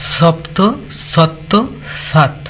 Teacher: সপ্ত এই শব্দের প, এই বর্ণটি লুপ্ত হয়ে আমরা দেখছি পূর্ববর্তী স্বরবর্ণকে দীর্ঘস্বরে পরিণত করেছে, সাত হয়েছে। · Term: ক্ষতিপূরক দীর্ঘীভবনের